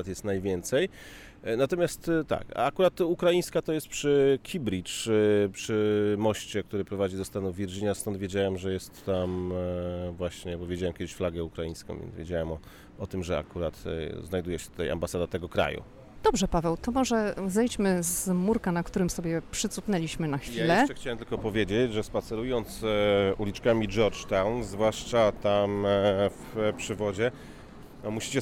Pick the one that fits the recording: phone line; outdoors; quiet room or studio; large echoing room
outdoors